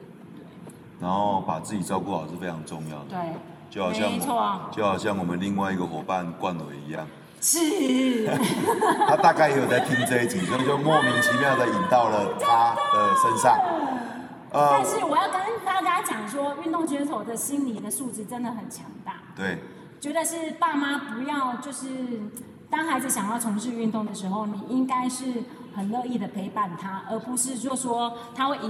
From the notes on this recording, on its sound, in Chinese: 因錄製環境不佳，導致些許雜音，敬請見諒。